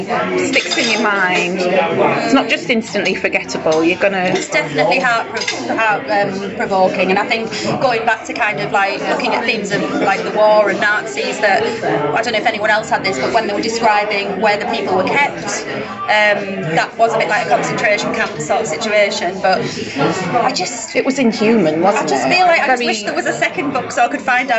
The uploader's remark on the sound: Kindly hosted by Sortie Charcuterie and Bar, Darlington.